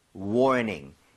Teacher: 혀를 뒤로 당긴 채 ning 하셔야 됩니다 · Term: R이 살아있죠